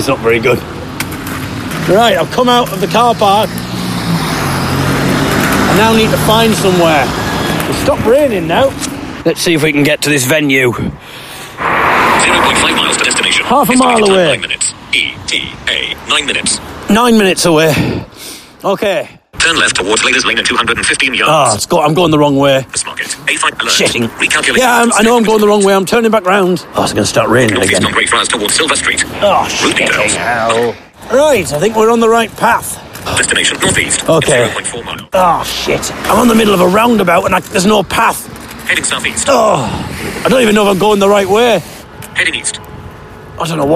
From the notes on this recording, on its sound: Live From A Freezing Wet Piss-filled Underpass in Northampton.